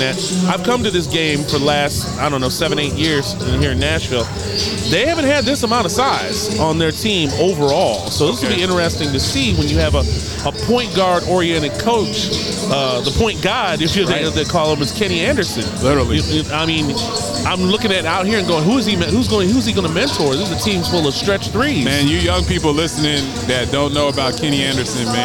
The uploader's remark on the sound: LIVE from Fisk University before the Oakwood Ambassadors game.